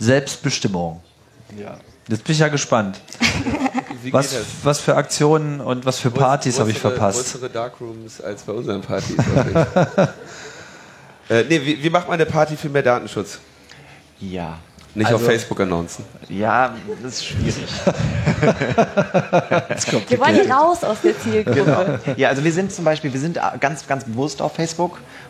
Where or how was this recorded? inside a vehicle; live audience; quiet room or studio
live audience